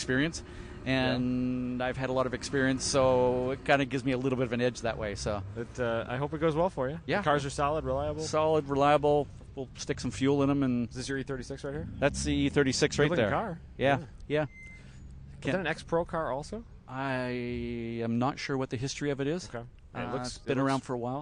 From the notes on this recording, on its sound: Multiple interviews and hang outs recorded live, after Gridlife Trackdays at Road America was complete for the day.